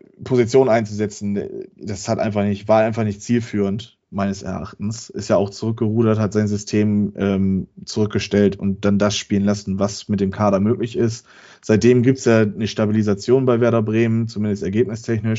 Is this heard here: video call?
yes